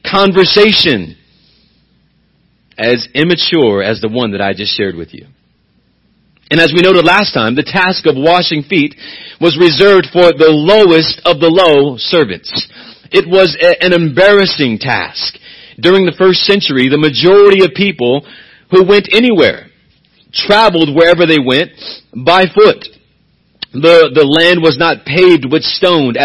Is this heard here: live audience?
no